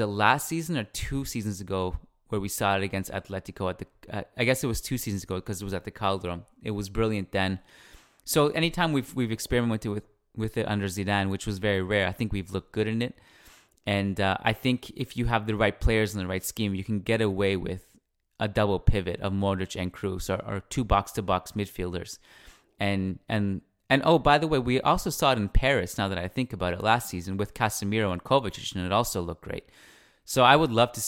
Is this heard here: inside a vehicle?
no